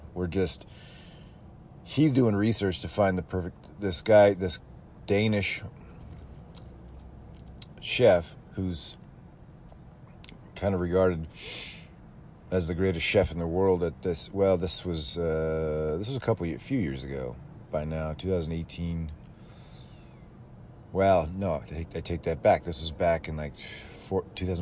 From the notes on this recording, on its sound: Coming to you live from an alleyway in Roseville and damn if it isn’t the cleanest alleyway in the tri-state area.